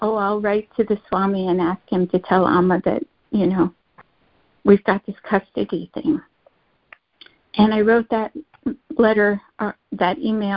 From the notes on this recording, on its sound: ACIM Daily Conference Call